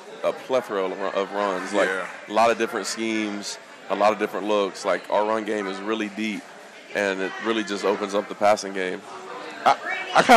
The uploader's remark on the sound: Tennessee Prime is live from Gus's World Famous Fried Chicken.